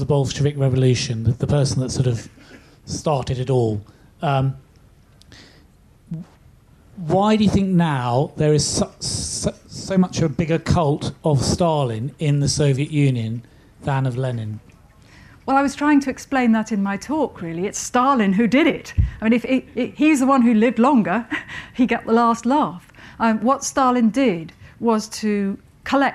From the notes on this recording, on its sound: Recorded at Chalke Valley History Festival 2017.